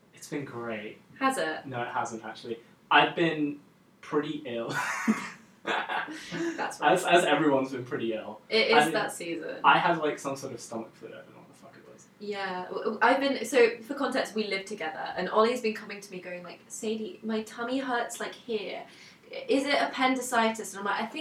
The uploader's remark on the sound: We apologise for the audio quality in this episode. Unfortunately there was some technical issues in the studio we didn't find out about until afterwards.